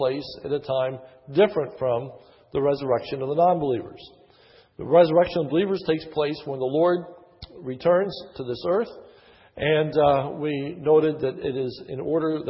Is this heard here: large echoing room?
yes